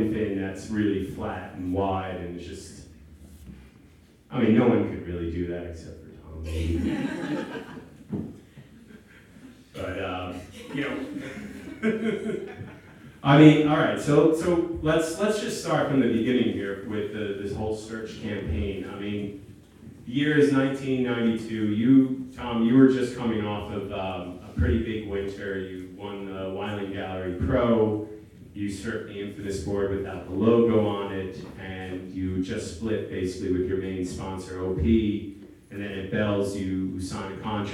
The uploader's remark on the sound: interview in front of a live audience